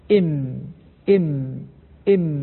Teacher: لا، أصل الميم لا أقول تخرج بإطباق خفيف، أصل مخرج الميم يا إخوة إطباق كامل للشفتين، إم إم إم، هذه الميم المظهرة.